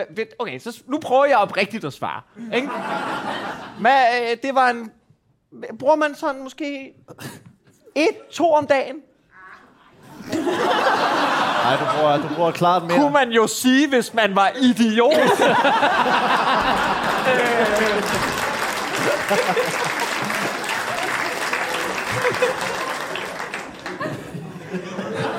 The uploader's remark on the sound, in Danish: Afsnittet er optaget live på Comedy Zoo